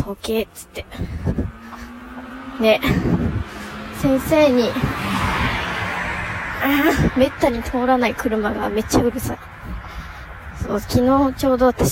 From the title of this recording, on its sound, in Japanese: 久しぶりのお外で収録